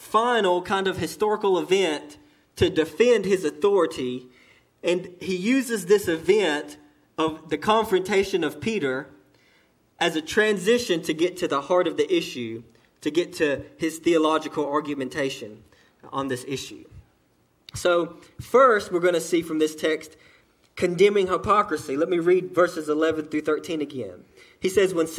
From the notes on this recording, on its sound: delivered to Cottondale Baptist Church in Eastman, GA on 2/18/18 during the 11:00am service